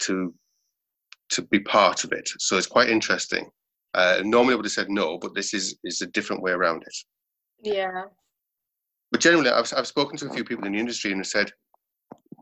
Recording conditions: video call